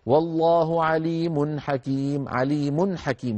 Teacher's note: بعد التنوين جاء حاء فنظهر · Term: إظهار